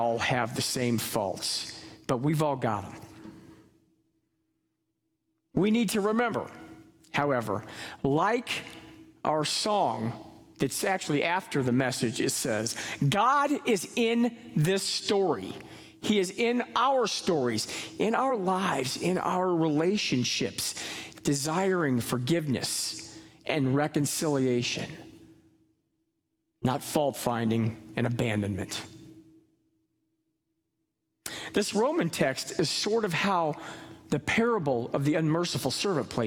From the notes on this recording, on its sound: Live from our Celebration Ministry Center